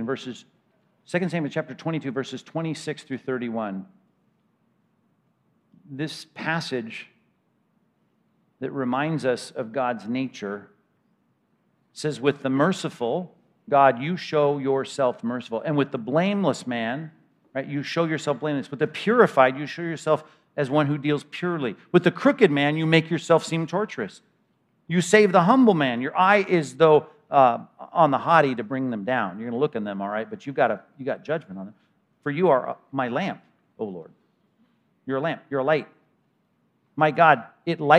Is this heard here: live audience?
yes